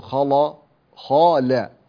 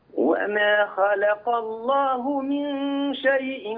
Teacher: اللام مرققة وقعت بين مفخمين · Shown in: second take · فلا تقول خلا خلا خلق.